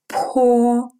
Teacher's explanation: Это русский «п», который произносится с придыханием.